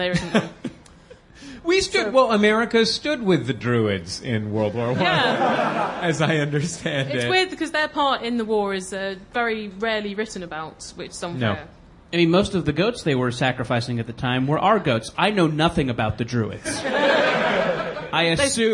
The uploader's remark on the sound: perform live at the Edinburgh Fringe Festival and in London, England at The Phoenix